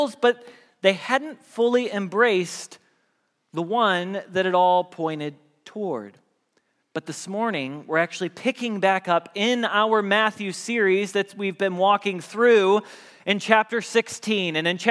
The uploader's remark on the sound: Message Preached at Valley Creek Church